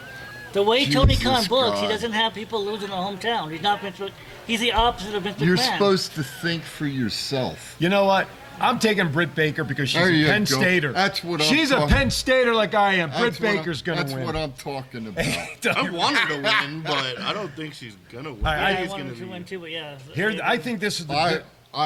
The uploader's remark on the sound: live on location from Sams Town